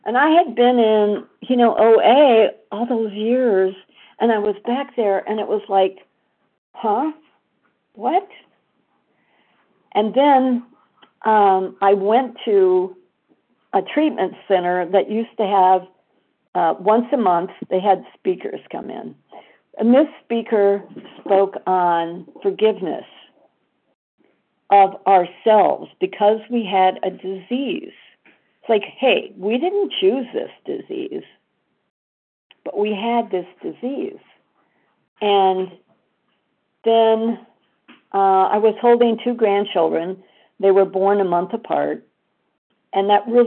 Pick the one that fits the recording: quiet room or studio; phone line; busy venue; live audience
phone line